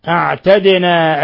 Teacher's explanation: الدال ساكنة قلقل لأنها من حروف من الحروف الخمسة المقلقلة قطب جد